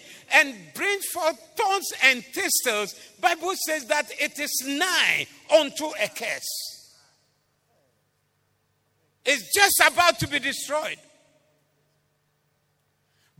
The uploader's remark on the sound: Preached at the Doxa Service